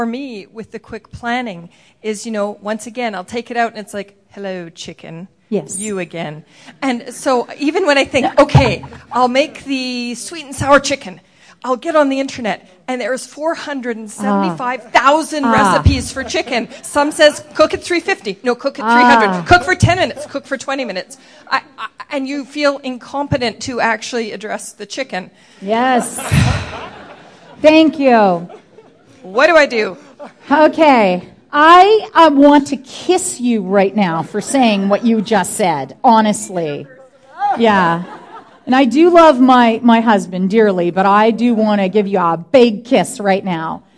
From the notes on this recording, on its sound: Answers questions from the audience about nutrition, meal planning and so much more.